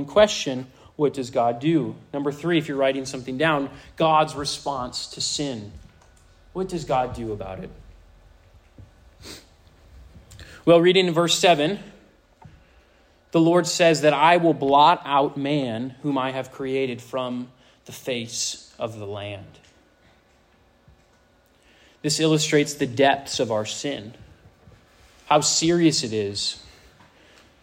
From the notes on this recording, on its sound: This sermon was preached to a Senior High audience